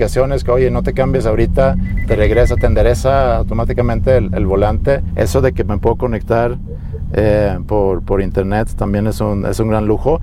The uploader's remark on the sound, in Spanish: Vuelta Capitalina con Chevrolet Trax. Lo grabamos en movimiento a bordo de la nueva Chevrolet Trax 2024 por las calles de CDMX.